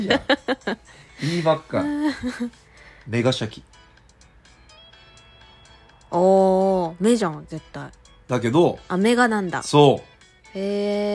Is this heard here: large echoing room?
no